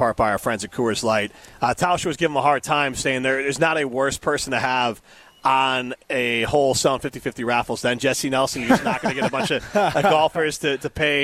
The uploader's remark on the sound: live from the inaugural ESPN Madison Open